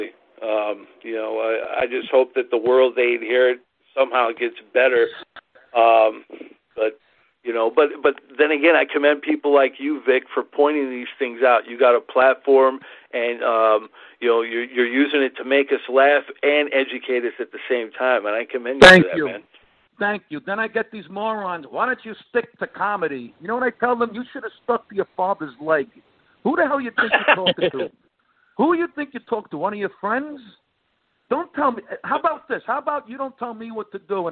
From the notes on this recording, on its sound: called in for a talk